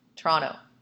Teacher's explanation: You say it like the second T doesn't exist.